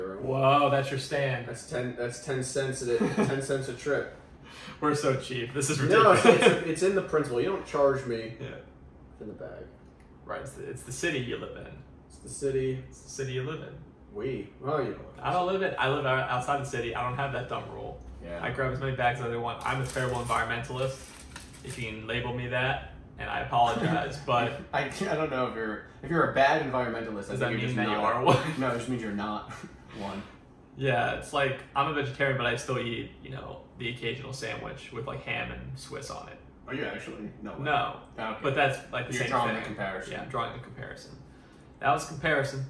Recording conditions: poor sound quality